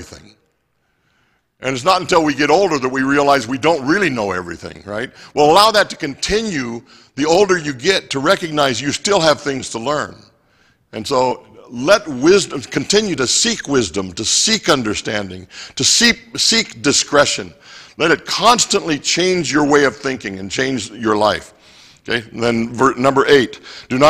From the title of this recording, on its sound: Mt. Zion Church Live!